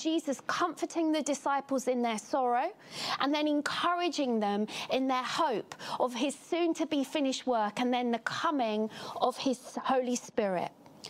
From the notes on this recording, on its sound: Catalyst Live Online Church Service.